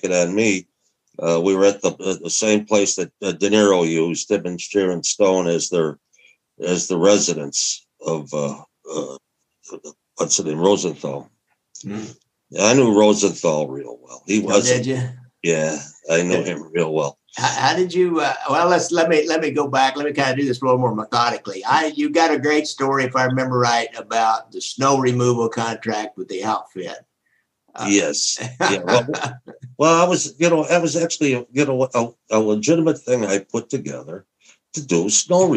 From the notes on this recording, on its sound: This is the audio from a Zoom call.